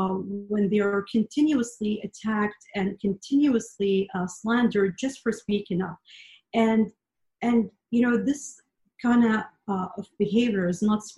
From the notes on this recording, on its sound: The recorded live webinar from 11 June.